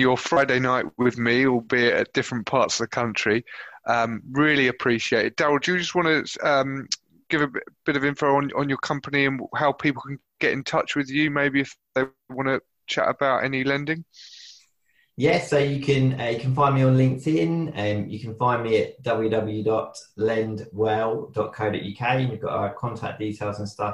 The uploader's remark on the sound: This was the first of what I imagine will be many virtual discussions so I hope the audio is ok.